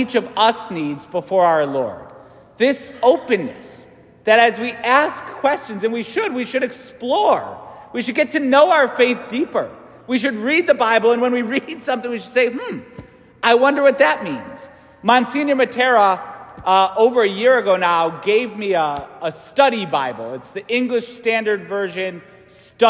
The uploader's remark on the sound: St Francis Catholic parish homily